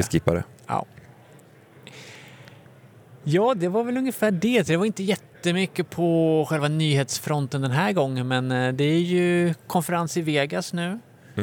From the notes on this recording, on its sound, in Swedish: Live från Stockholm Tech Show, eller hur live det nu kan bli när man spelar in. Så passades det även på att spela in ett Teamspodden avsnitt.